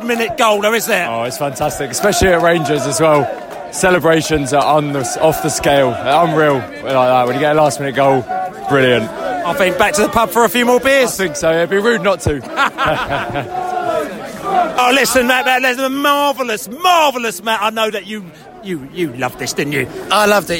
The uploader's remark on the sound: We’re Just a Bus Stop in Hounslow - post QPR v Brentford match podcast from the pub.